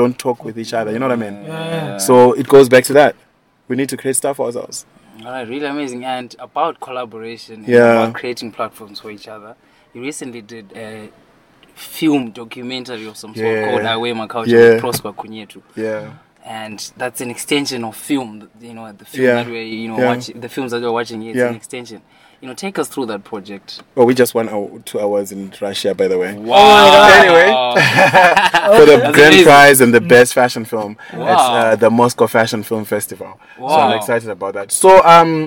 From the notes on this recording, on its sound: on the sidelines of The European Film Festival